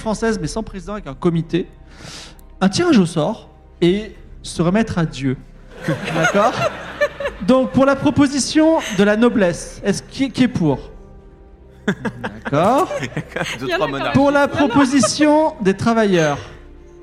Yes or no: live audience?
yes